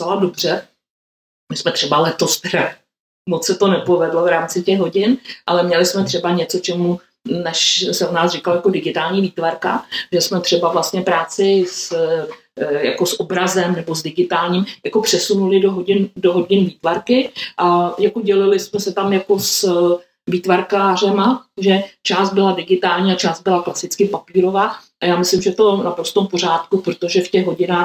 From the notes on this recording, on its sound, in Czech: Omluvte prosím sníženou kvalitu audio záznamu. Diskuzi jsme nahrávali na improvizovaném místě.